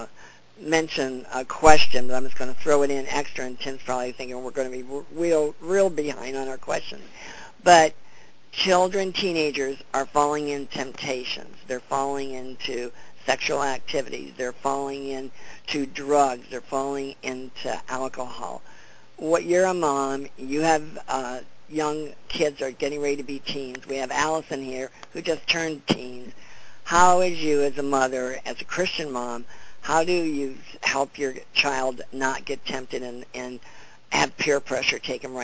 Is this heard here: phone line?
yes